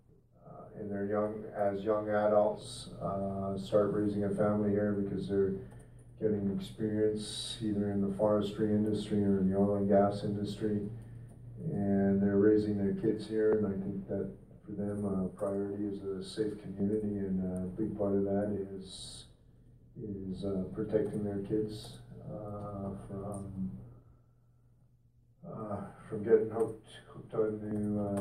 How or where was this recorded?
large echoing room